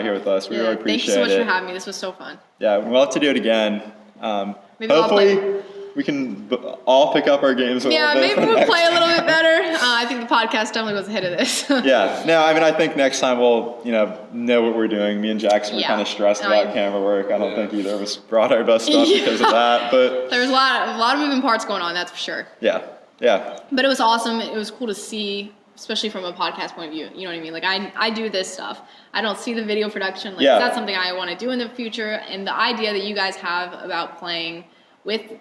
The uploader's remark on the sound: where she hosted us for 18 holes and the podcast at their Big Blue course in Lexington